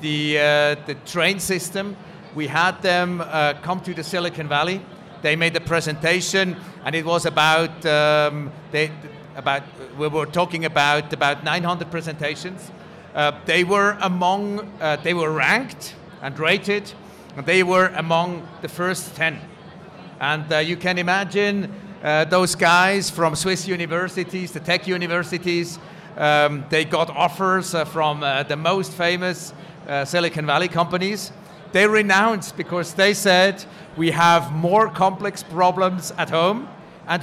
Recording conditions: busy venue